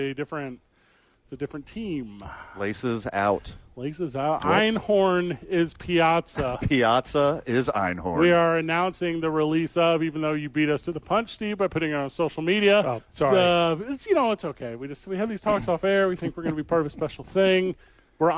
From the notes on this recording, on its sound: live from the Duke Store